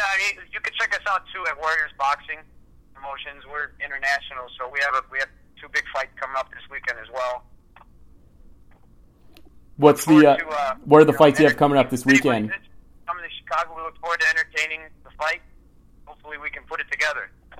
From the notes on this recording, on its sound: phone interview